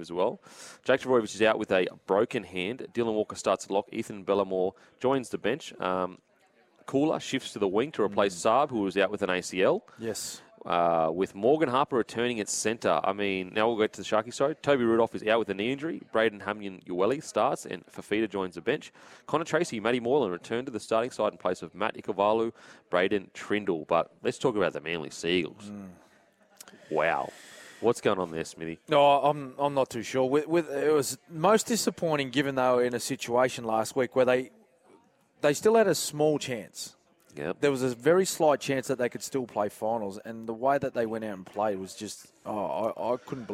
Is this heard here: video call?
no